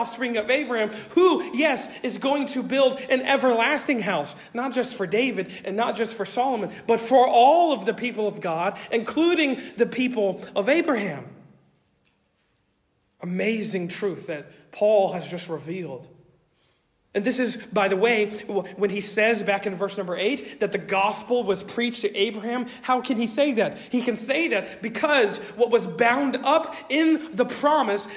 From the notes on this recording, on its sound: Originally delivered on 19 November 2023 at Stonington Baptist Church, Paxinos, PA. At Stonington Baptist Church, Paxinos, PA.